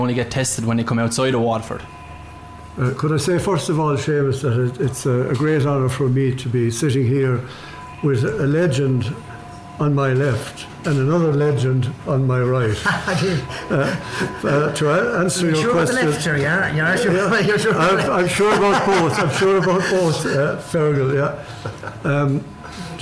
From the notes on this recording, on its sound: This episode was brought to you live from The Riverside Cottage in Ballygunner Waterford. Live from the Riverside Cottage with a Live audience.